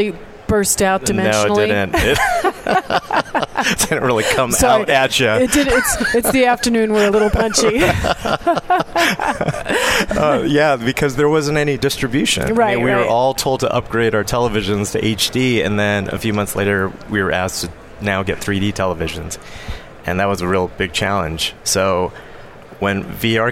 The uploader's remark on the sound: Day 3 Live at NAB show 2017! VoiceAmerica teams up with StoryTech and Host. To bring you all the digital thought leadership live from the NAB show 2017 Advanced Advertising Pavilion.